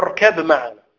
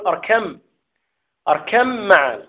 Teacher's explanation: وفي قوله في سورة هود، يا بني أو يا بني أركم، أركم معنا، ما تقولش أركب، لا تقلقل الباء، لا تقول أركب معنا، قل أركم، أركم معنا. فأدغم الباء في الميم · Shown in: second take